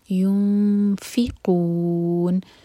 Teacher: فا کے لیے زبان تیار، اور دو سیکنڈس کا ٹائم دیں گے اور نون کی مخرج کو ٹچ نہیں کریں گے